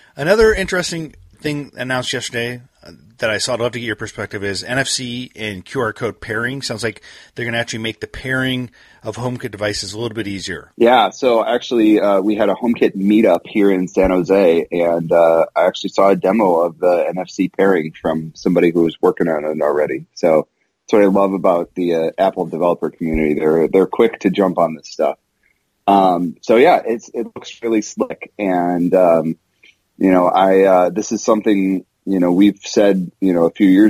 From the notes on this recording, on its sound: I caught up by phone. From WWDC.